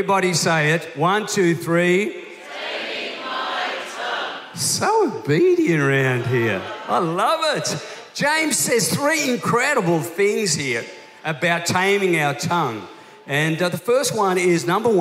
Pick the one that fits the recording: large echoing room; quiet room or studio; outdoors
large echoing room